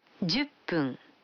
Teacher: Вы заметили, что когда фун добавляется к 10, дю, то произносится пун